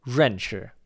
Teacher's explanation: It's slightly different from the other palate consonants because your tongue is curled up and backwards and is only lightly touching your palate. Our best approximation of how to make pinyin R is for your tongue to curl up and back, your teeth to be separated, and then try and pronounce English R, J, and V all at the same time.